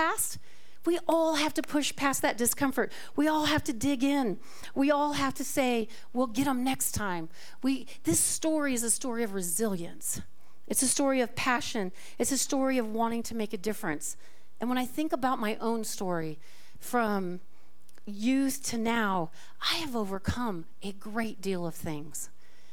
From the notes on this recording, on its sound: This talk was recorded live at the Center for Spiritual Living Prescott on February 4, 2024.